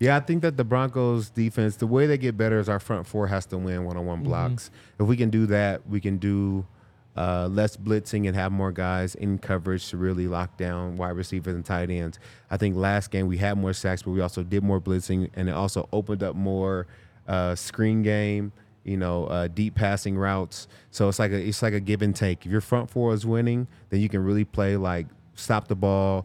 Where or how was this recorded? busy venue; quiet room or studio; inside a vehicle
busy venue